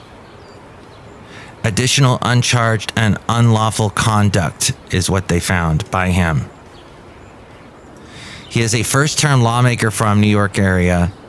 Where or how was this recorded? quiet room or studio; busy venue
busy venue